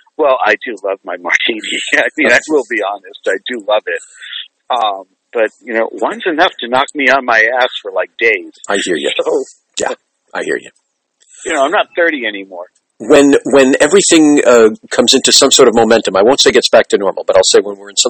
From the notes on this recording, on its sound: spent some time with me on the phone